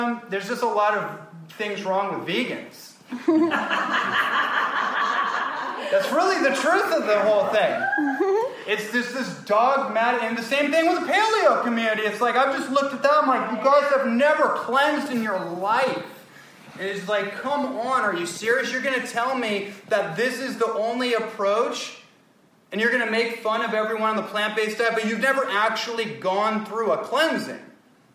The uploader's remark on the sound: presentation to a room full of health and wellness enthusiasts in Southern California on June 6th, 2018